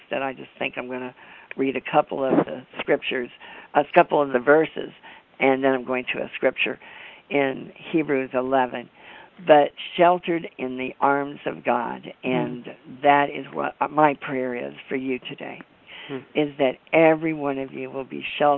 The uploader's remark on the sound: AUGUST 28, 2011 CONFERENCE CALL